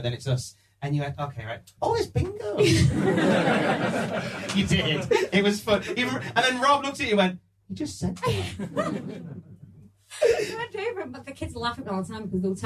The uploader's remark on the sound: Recorded at Cultaholic Live, January 2023. For the first ever live episode of Desert Island Graps.